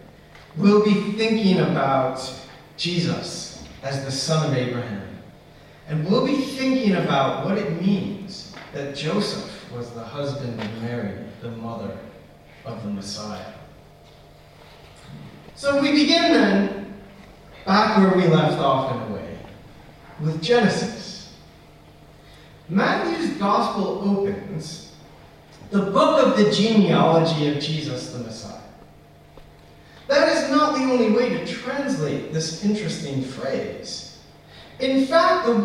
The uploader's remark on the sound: Apologies for sound quality. This recording was accidently recorded via the recorder's built in microphone and not properly connected to the church PA system.